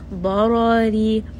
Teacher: The second ra is going to be heavy. And the last ra is going to be light. Darari. So quickly switch from heavy to light.